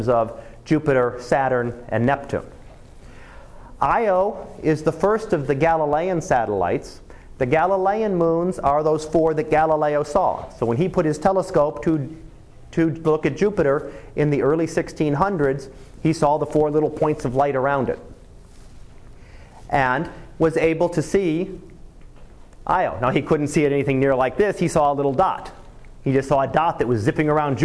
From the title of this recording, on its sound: Live Class Lecture